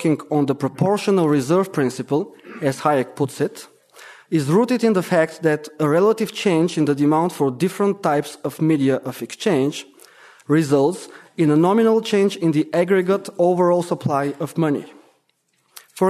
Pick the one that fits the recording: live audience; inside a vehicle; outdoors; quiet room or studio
live audience